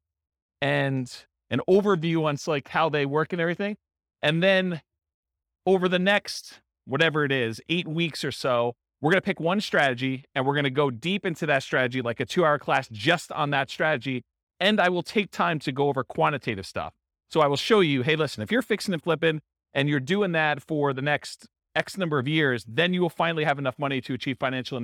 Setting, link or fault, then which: setting, live audience